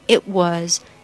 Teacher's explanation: It 的 t 把它吃掉，变成 It was.